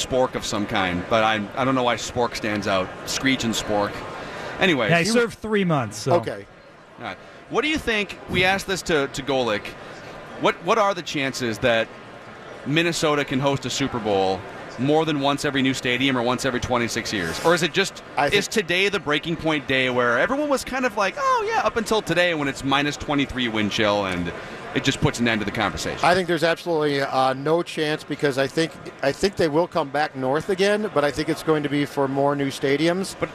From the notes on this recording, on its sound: live from Radio Row all week